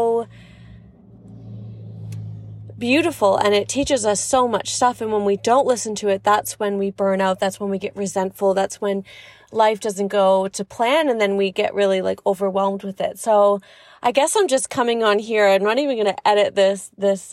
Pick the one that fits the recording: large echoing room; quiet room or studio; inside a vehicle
inside a vehicle